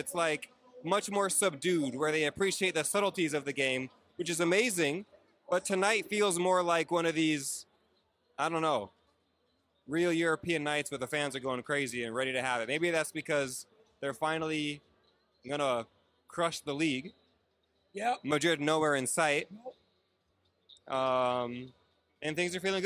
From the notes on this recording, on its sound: Live From Camp Nou! This week we are coming live from Camp Nou in Barcelona! We're here watching Barcelona take on Osasuna.